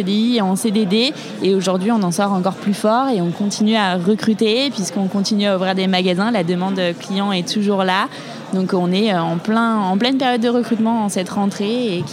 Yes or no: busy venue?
yes